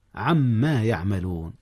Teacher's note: أدغم نون عن في ميم ما، عما يعملون، والأصل عن ما · Term: إدغام